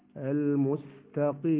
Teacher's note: القاف يخرج من أقصى اللسان مائل الحلق، قريب مخرجه من مخرج الغين لكن ما جامع بينهم مخرج واحد، فالكاف القاف يخرج من أقصى اللسان مائل الحلق، والغين تخرج من أدنى الحلق من مائل اللسان لأنهم متقاربين في المخرج، يغير بعد تم مخرجهم من لام واحد.